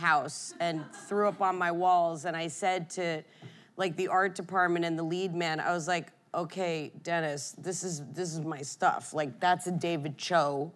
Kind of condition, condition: setting, live audience